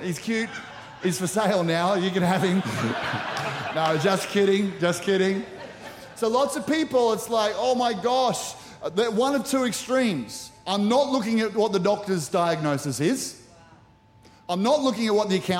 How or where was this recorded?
large echoing room